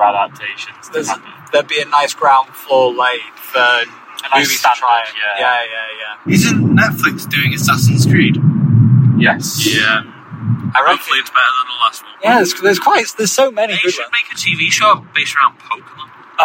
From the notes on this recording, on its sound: If this weeks episode is too hard to listen to, we understand. We thought it would be fun to chat in the car on the road.